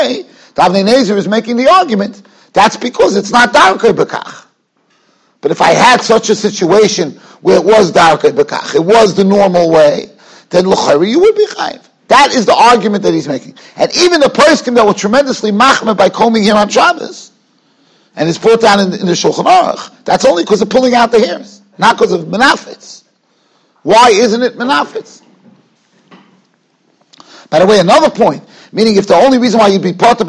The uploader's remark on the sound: Shiur recorded in Yeshivas Ohr Reuven, Monsey, NY.